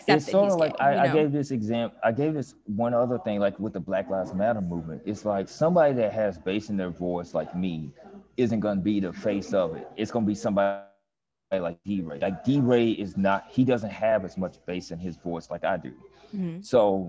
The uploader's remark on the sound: recorded “live” from the Garden District at Still Perkin on Prytania